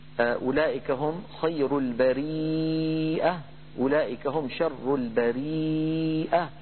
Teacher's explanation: روى نافع هذه الكلمة في الموضعين مهموزة لأنها مشتقة من برأ، برأ بمعنى خلق، فالبريئة بمعنى الخليقة.